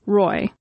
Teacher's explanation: The T at the end of the word right is softened to almost an SH sound in the Emerald Isle, and even done away with altogether in North Dublin and pronounced Roy.